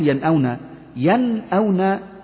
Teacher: حكمه إظهار حلقي لوقوع الهمزة بعد النون الساكنة، ينأونا أدي النون هي بعدها همزة.